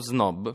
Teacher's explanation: tutti noi diciamo snob con la sequenza z-n, e quindi ancora una volta lo snaturamento della fonetica italiana è puramente teorico. · Term: S sonora